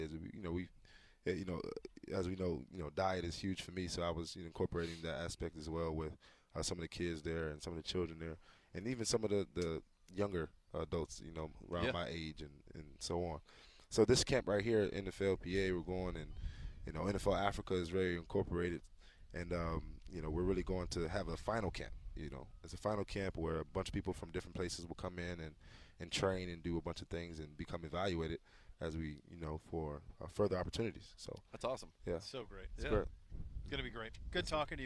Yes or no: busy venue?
yes